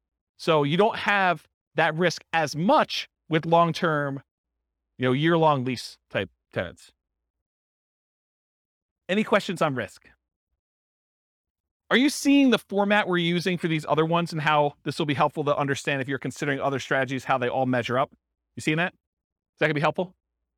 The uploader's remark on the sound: This was a live class recorded.